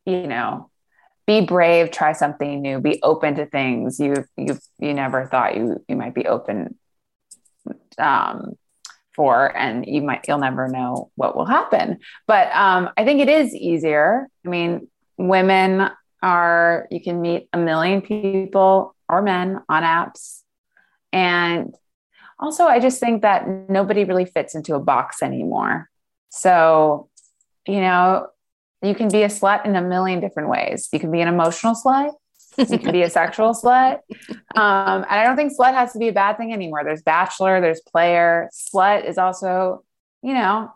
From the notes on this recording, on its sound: In this episode of our coverage for the SXSW Film Festival. In other words, get ready for a Zoom room full of women ready to commiserate about our younger years!